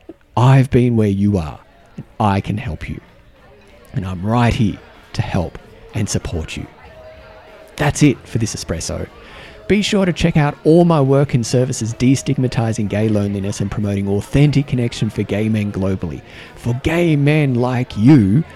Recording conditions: busy venue